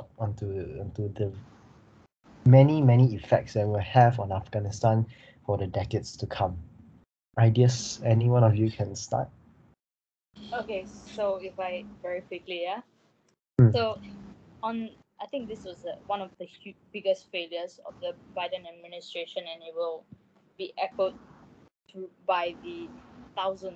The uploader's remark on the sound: NOTE: We apologise for all the audio issues in this episode. We are recording this episode remotely due to COVID-19.